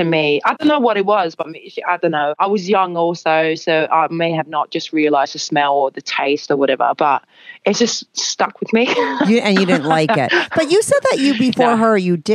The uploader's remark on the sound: She called in to talk all about it.